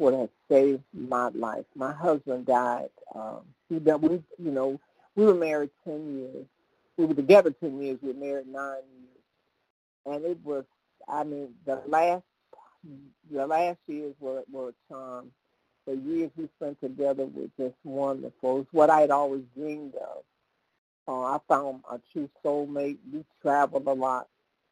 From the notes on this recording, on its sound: from the 100 Pounders Phone Meeting